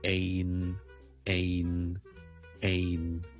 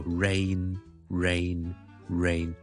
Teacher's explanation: 其实我是读 A,这个所谓双元音 A,有个转变在这里